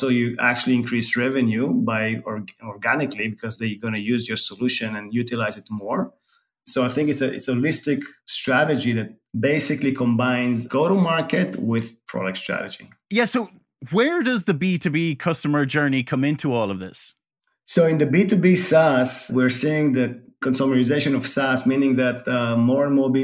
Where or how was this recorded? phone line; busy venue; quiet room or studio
quiet room or studio